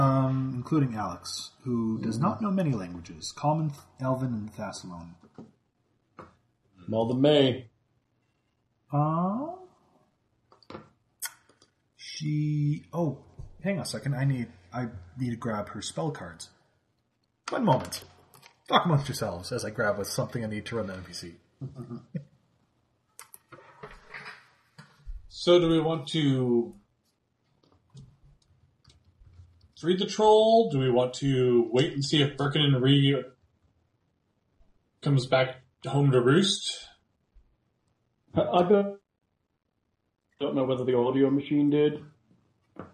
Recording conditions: poor sound quality